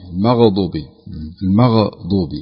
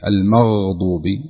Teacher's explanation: الغين ليست فيها، لا يوجد فيها قلقلة · Shown in: second take · يعني بعض الناس يقرأ يقول غير المغضوب، المغضوب المغضوب، وهذا خطأ، يعني تبقى كما هي المغضوب، يعني لا نبالغ في إخراج الحرف حتى لا ينتقل إلى القلقلة.